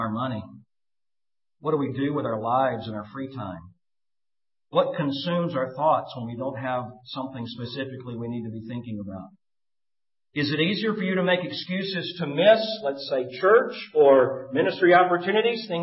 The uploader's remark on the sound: Preached at Maranatha Bible Church on September 29, 2013